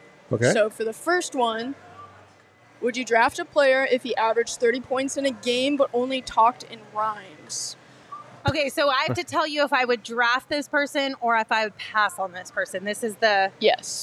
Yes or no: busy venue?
yes